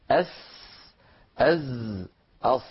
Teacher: كذلك كما أسلفنا وذكرنا حرف الصاد، لا يقول أحدنا أص ص ص ص، هذا الإعمال مفسد لصوت الصاد. الصاد حرف لساني أسناني، مثلها كمثل السين كمثل الزاي